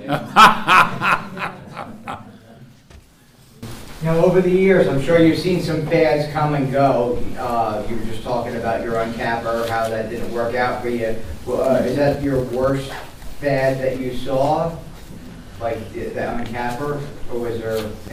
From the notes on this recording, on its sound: This is the question and answer portion of a 2 part recording at the Agroforestry Center in Acra, NY.